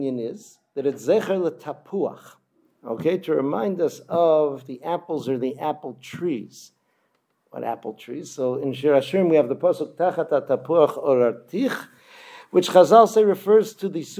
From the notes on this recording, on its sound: Delivered at Kehilat Ayelet HaShachar in Modiin.